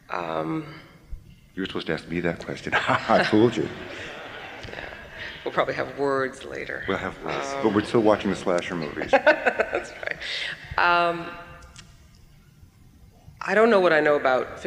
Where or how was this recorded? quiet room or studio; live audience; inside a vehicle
live audience